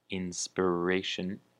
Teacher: The word inspiration can be translated as 灵感, and the emphasis is on the re